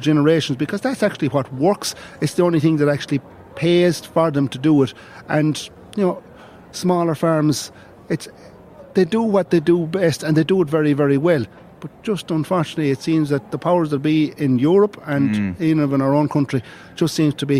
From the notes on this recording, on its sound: LIVE at the National Ploughing Championships, in Ratheniska, Co Laois